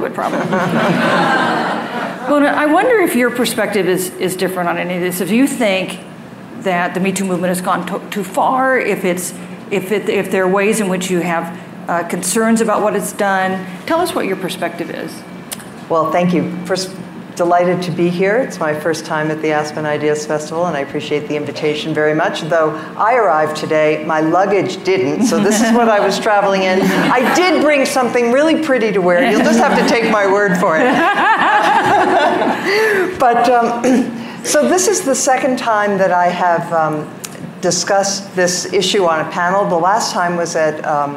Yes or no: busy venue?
yes